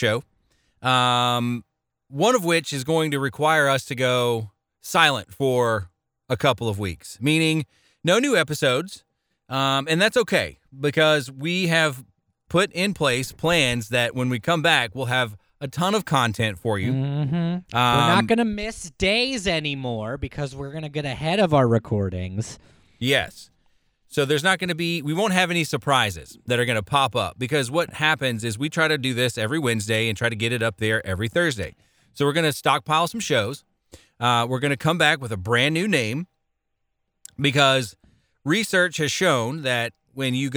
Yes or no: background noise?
no